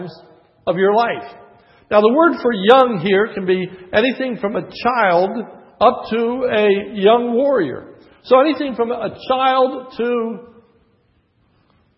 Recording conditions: large echoing room